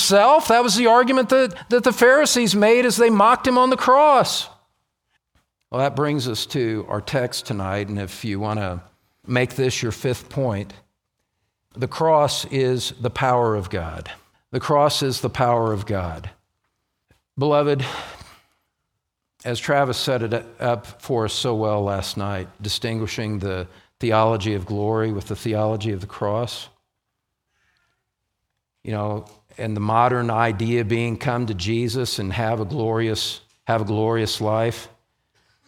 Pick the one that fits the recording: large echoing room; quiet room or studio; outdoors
large echoing room